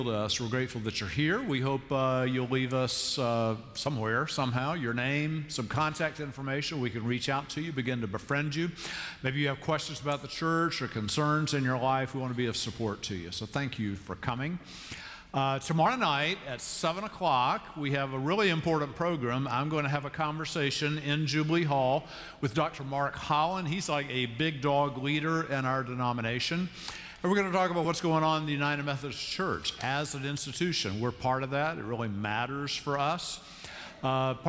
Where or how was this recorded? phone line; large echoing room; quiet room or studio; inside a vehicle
large echoing room